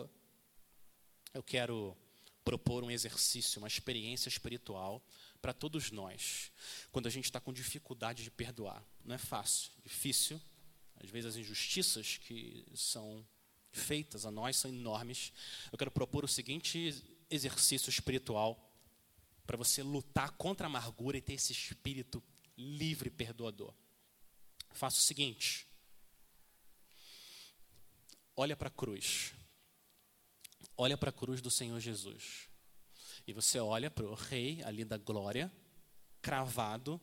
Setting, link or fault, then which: setting, large echoing room